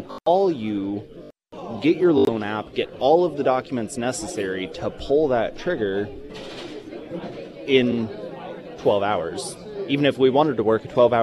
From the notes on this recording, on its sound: live at Scramblers Diner for the Friday Road Show.